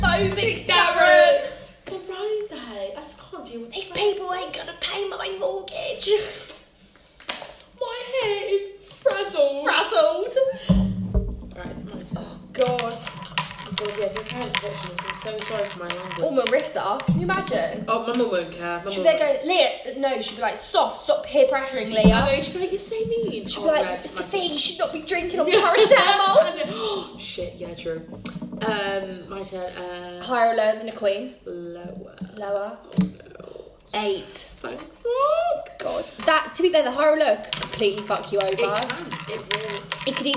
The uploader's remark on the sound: apologies for the background noise